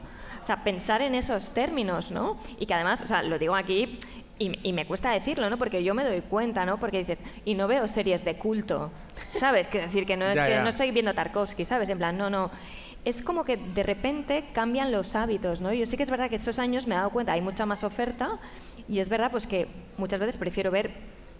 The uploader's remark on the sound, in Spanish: grabado desde la Feria del Libro de Madrid